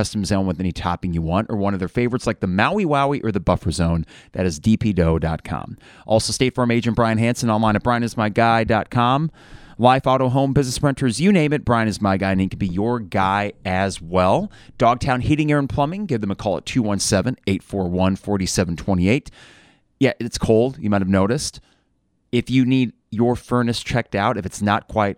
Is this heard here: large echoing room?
no